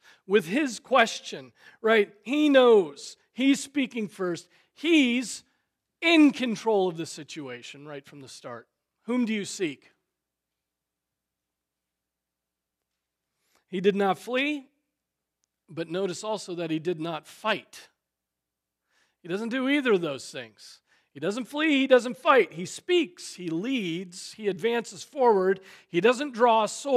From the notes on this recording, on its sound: Preached on June 11, 2023 at Trinity Presbyterian Church ( Evangel Presbytery ) in Spartanburg, SC.